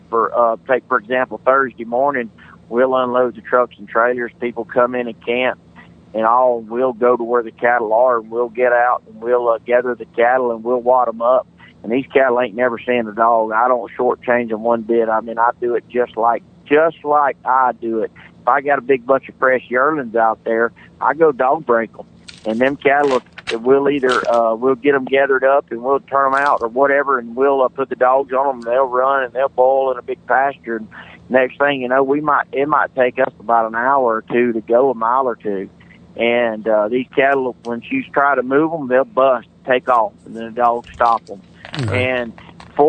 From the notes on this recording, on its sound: by phone